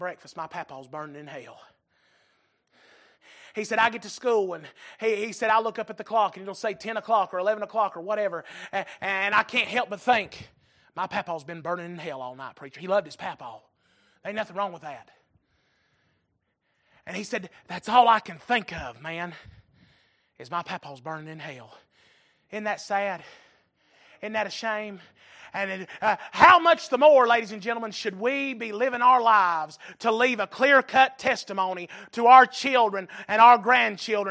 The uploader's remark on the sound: Recorded January 22, 2023 - Sunday Evening Service